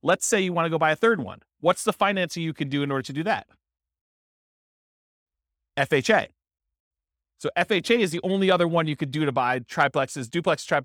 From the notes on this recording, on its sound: This was a live class recorded